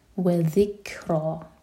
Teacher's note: دال کے لیے اگین زبان اوپر والی دانت کو ٹچ کرے گی، اس کو زا کا ساؤنڈ نہیں دینا ہے